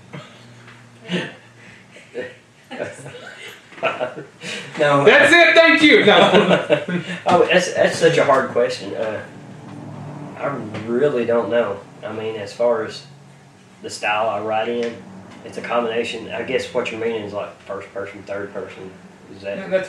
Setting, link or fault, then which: fault, poor microphone